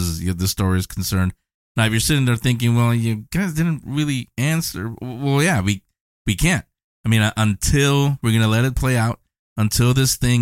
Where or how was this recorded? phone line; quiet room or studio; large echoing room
quiet room or studio